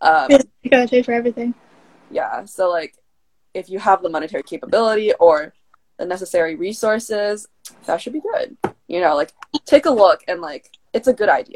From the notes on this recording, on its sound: Our hosts did a live stream on IGTV to interact with followers of our main IG account. As the audio was converted from IGTV, there will be a bit of background noise during the episode.